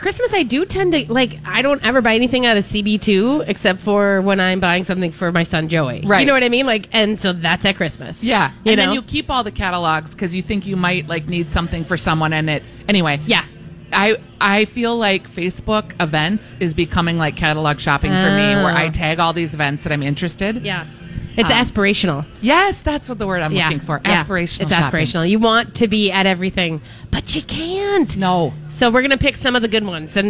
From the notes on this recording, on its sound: Live Broadcasting at El Burrito